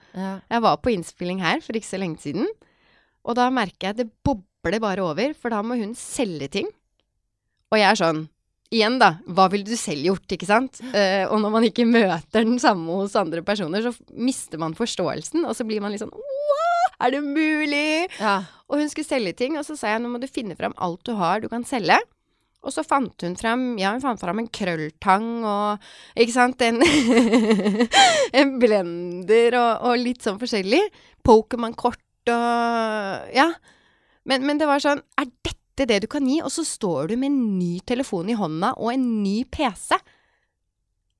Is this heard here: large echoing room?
no